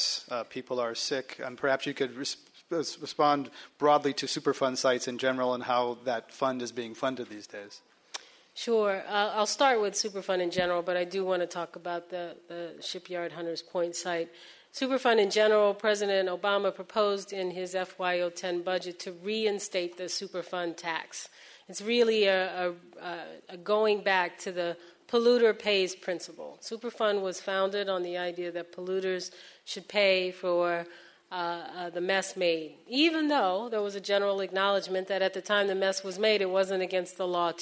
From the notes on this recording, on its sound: This program was recorded in front of a live audience in San Francisco as part of Climate One at The Commonwealth Club